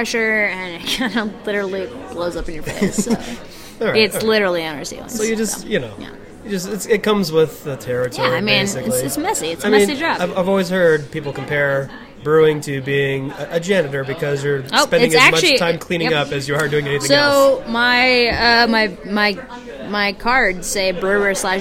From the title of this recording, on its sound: Suns out Party Guns out at Goldspot Brewing